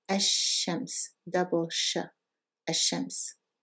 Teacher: We have to write it, but we don't pronounce it, and we are going to move directly from the A to the Shin and the sheen is doubled as you see here we have a shadda so it's as if this sheen had swallowed the lam and become bigger and fatter · Term: double sheen